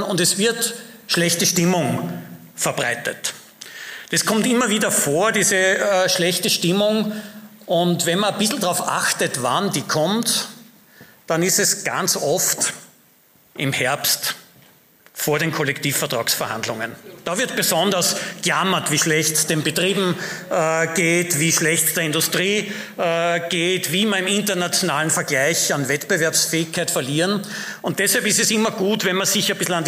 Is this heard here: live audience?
yes